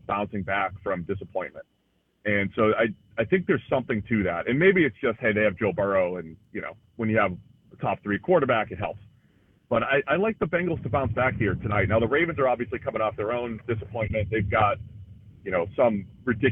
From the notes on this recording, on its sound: Joins the show on the Farm Bureau guest line talking about how the season is shaping up live in the BankPlus Studio.